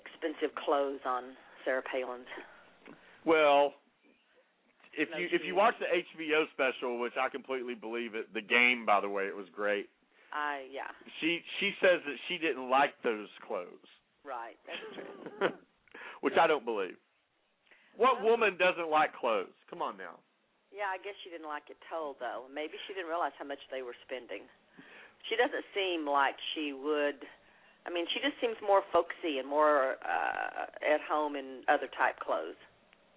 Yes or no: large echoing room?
no